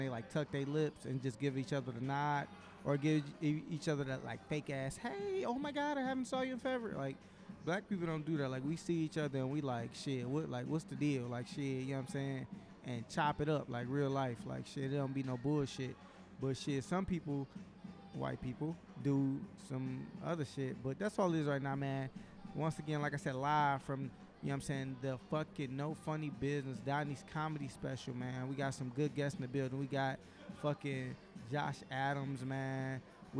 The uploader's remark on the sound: We did a live taping. Comedy special "No Funny Business".